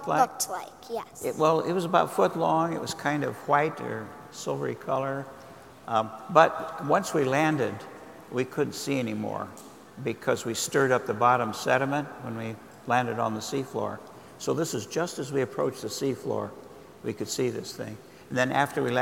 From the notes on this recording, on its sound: In front of a live audience. As part of the Coal+Ice Festival in San Francisco.